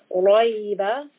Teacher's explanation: Ra is a letter that is sometimes heavy and sometimes light, as we've learned. Here, ra is a heavy ra. So we want a mouthful, back of the tongue should be raised.